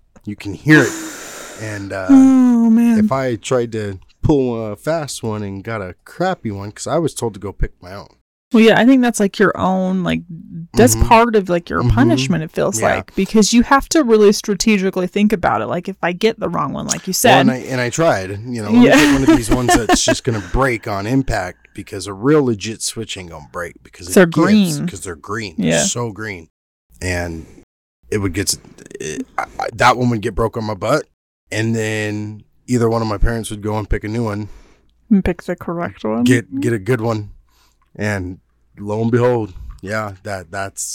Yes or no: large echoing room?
no